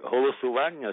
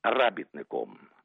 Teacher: повальне акання, коли голосування стає без жодної іронії галасуванням · Shown in: second take · Робітник – рабітником, а поразка – кіткою-поразкою.